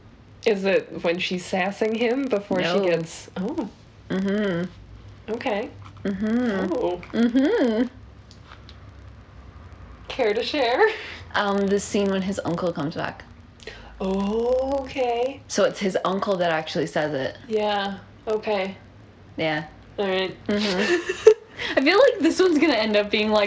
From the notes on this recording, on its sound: We are still having technical difficulties but I think it’s better than last time.